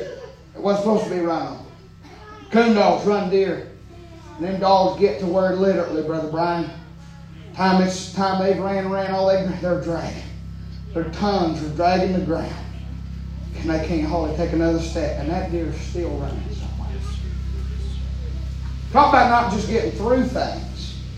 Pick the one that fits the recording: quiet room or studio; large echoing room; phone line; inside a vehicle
large echoing room